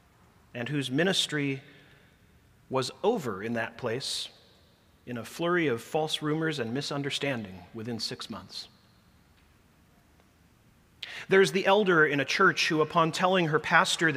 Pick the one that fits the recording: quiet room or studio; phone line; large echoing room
large echoing room